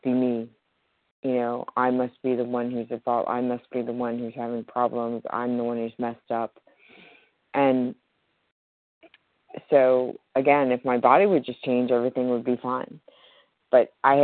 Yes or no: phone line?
yes